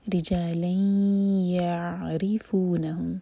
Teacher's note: ری جا لئیں، رو کے نیچے کسرا تو رو باریک، ری جا جا دوہر کا لمبا، ری جا لئیں لام پر فتح کی تنوین، سلائڈنگ تنوین ہے، اس کے بعد ہے یا، تو ہم کریں گے ادغام غنہ کے ساتھ، دو سیکنڈس کا ٹائم دیں گے. ری جا لئیں یعرفونہم، عین پر جھٹکا نہ آئے، تھوڑا سا ٹھہریں عین پر تاکہ عین کا مخرج ادا ہو سکے.